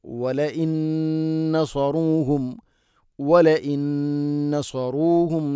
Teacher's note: നൂനിനു ശേഷം നൂൻ ഇദ്ഗാം ബിഗുന്ന ഇദ്ഗാം ചെയ്ത് മണിച്ചുകൊണ്ട് ഉച്ചരിക്കണം